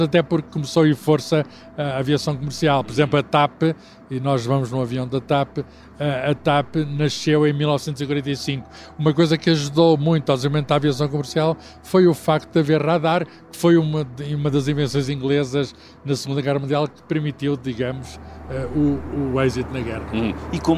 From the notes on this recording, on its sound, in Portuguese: Estamos no ar a 10 quilómetros do chão! Nada melhor que subir a bordo de um avião - e voar. O ciência pop desta semana foi gravado a 800 quilómetros de velocidade.